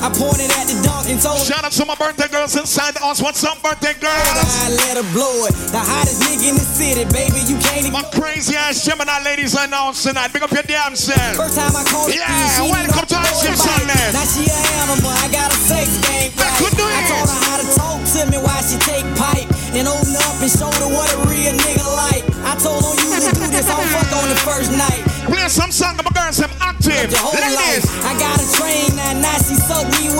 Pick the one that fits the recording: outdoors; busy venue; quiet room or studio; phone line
busy venue